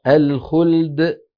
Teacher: نسكن اللام ونأتي ببينيتها ثم ننتقل إلى الدال